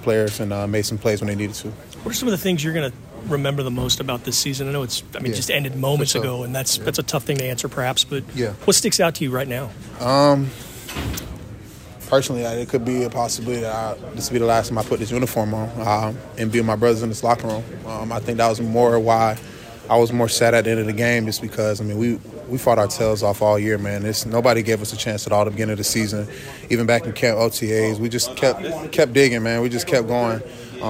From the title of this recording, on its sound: in the locker room